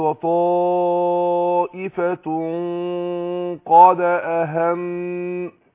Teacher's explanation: القاف، مش كده؟ فانا هخفي النون، نون التنوين ديت عند القاف · Term: إخفاء